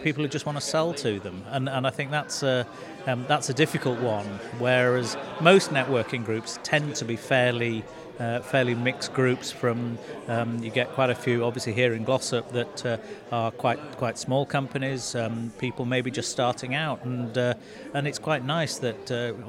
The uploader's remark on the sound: Live from the Glossop Business Expo